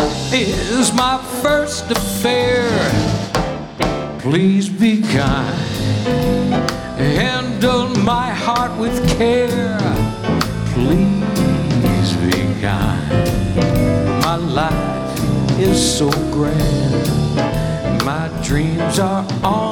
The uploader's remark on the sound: Live at the SouthPoint Casino